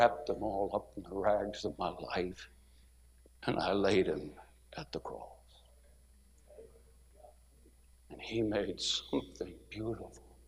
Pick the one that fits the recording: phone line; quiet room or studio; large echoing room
large echoing room